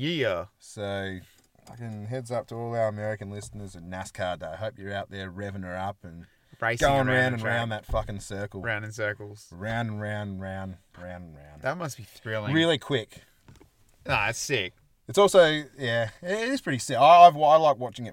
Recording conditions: inside a vehicle